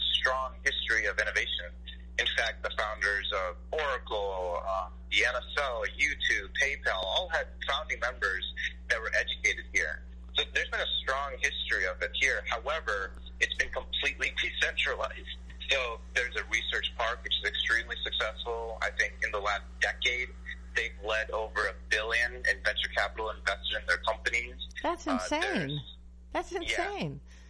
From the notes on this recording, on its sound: Was joined by phone live on WLCB Lakes Radio 101.5 FM. The show was originally broadcast live.